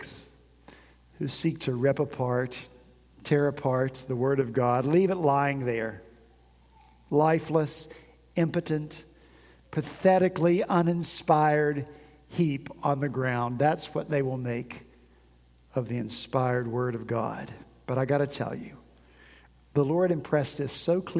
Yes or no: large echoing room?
yes